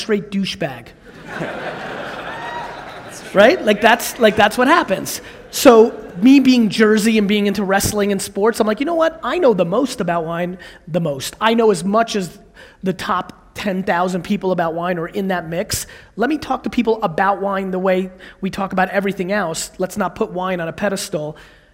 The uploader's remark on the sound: A Keynote: EntreCon, Salt Lake City 2017